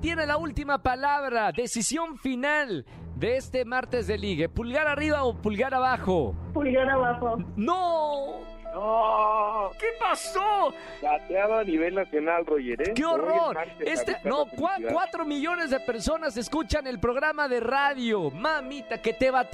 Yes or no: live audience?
no